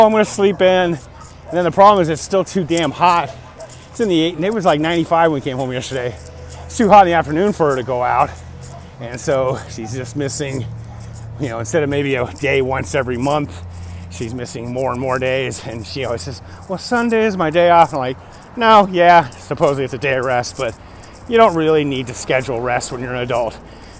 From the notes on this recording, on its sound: Walk Talk. I was out walking in the pre dawn hours like I have done for decades...